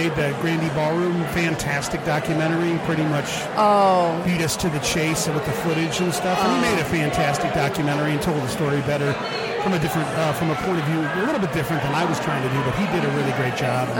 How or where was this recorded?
busy venue